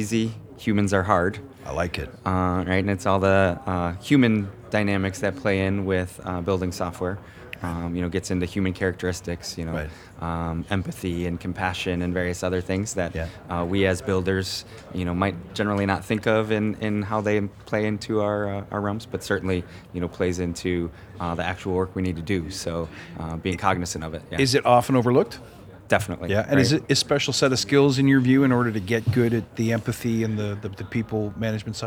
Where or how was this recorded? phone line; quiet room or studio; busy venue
busy venue